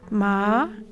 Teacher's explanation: The second tone, which is a gentle upward gliss